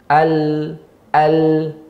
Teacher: la ditempelkan semua lidah ujungnya ya dan suara mengalir ke kiri dan ke kanan seperti itu al al kalau ro r er, mengerucut.